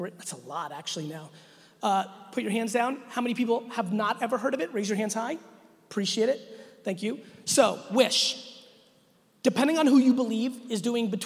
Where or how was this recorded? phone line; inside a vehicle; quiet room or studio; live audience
live audience